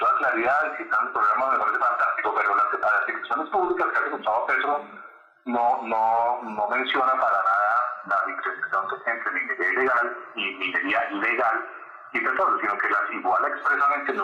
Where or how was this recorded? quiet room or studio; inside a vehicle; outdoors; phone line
phone line